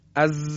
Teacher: این ز که تلفظ میکنیم تار صوتی مرتعش میشه از. حالا وقتی تبدیل به سین میشه، میشه از. · Term: صفت جهر